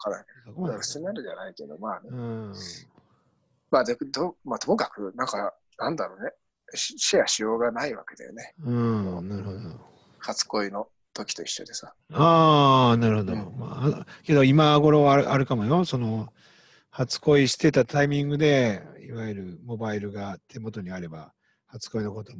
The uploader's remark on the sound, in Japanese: 長野県を結ぶZOOM録音です